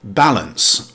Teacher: Pronounced balance with the stress on the first syllable.